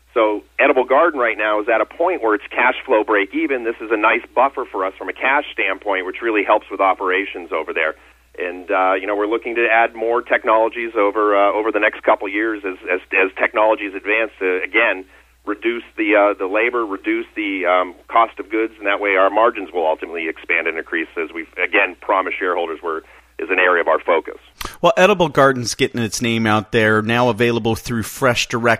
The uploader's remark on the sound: called in to SmallCapVoice